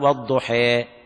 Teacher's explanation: الإمالة في اللغة معناه البطح والإعوجاج والإضجاع، وفي اصطلاح القراء أن تنحو بالفتحة نحو الكسرة أو قريبة من الكسرة، قريبة من الكسرة، وبالألف قريبا من الياء بدون مبالغة. يعني مثلا والضحي، لا يقرأ القارئ يقول والضحي، لا يبالغ في الكسر، هذا لا يقول بأحد، هي طريقة معينة ويرجع إلى الاختصاص في هذا الباب.